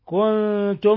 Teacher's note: نون ساكنة جاء بعدها التاء، إخفاء حقيقي